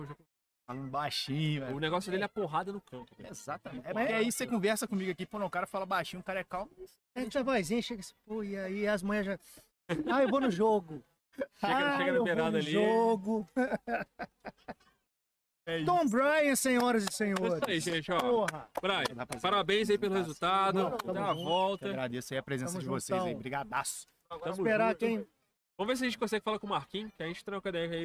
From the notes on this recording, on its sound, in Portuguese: Este episódio foi gravado em um jogo de futebol americano